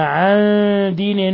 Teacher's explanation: نون ساكنة جاء بعدها الدال إخفاء حقيقي